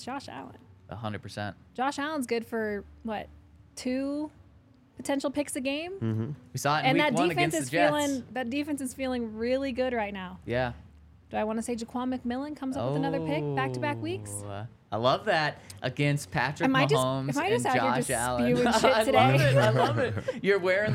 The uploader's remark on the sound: coming to you LIVE from the DNVR Bar